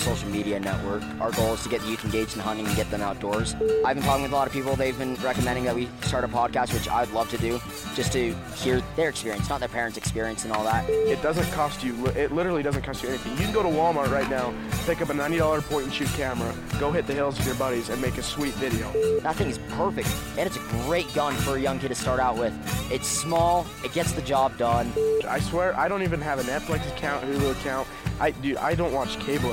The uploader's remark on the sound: sit down with Living Country in the City at Hunt Expo in Salt Lake City